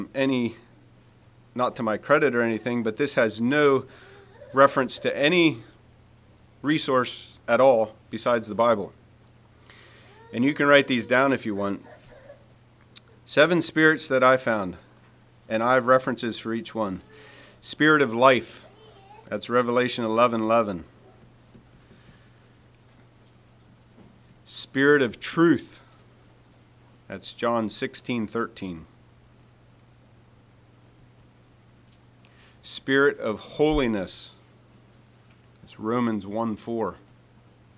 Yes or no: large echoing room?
yes